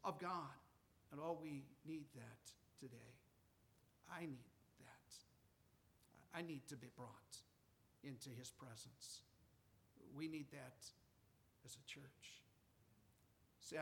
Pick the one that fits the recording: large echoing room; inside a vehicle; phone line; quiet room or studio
large echoing room